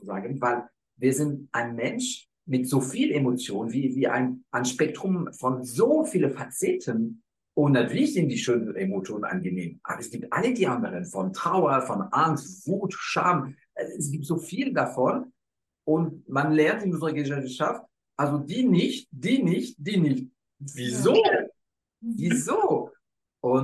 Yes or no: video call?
yes